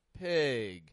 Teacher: notice how I stretch out the I in the word pig. Pig. It's not like the E in beef, but it's an I.